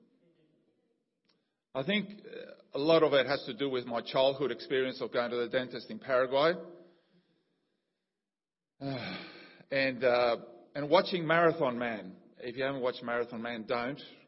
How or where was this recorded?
large echoing room